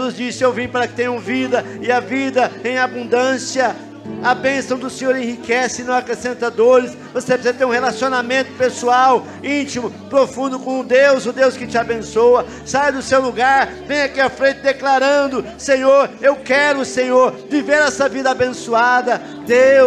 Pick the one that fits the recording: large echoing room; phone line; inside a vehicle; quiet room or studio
large echoing room